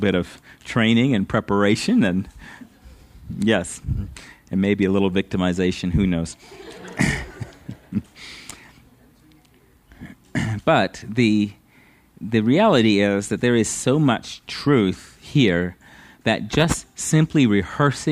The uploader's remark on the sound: at Living Water Fellowship Denver's Sunday morning service on August 21st 2022